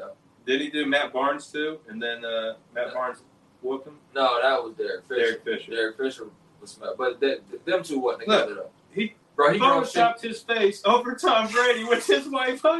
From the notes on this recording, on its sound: Our man audio cable went out on us! We apologize for the sound!